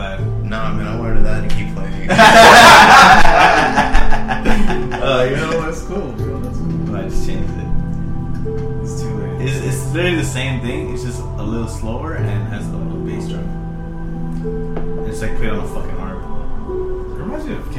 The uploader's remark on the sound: The audio is pretty meh this episode. We're so laid back that nobody could get up to adjust the mic.